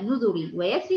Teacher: الاثنين حال الوصل بيكون الراء هنا مرققه قولا واحدا في الكلمتين